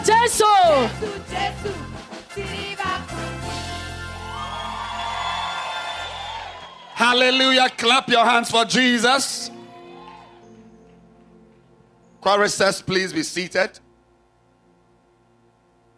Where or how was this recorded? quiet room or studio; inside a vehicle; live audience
live audience